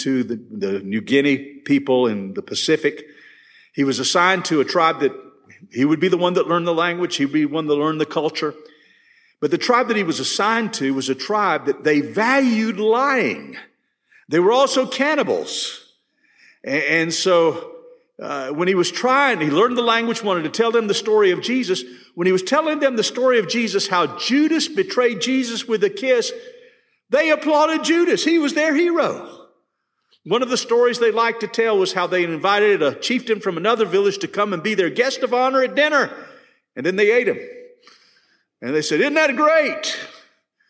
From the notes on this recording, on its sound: This session was recorded at First Baptist Church Hendersonville, NC on June 8, 2022.